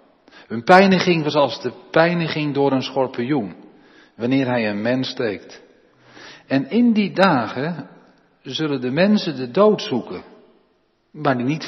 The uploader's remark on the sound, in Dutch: De preek is op 13 maart opgenomen in de Jeruzalemkerk in Groningen.